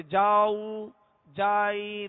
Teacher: جیم جو زبر ہے وہ کھینچ جاتا ہے دراز ہو جاتا ہے. جاؤ جائی یا علائیہم تو اب اس طرح جو ہے وہ زبر جو ہے وہ دراز ہو جاتا ہے.